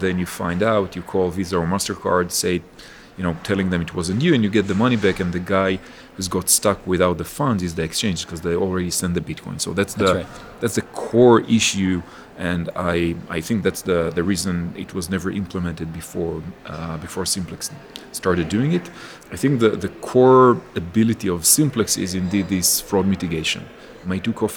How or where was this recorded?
busy venue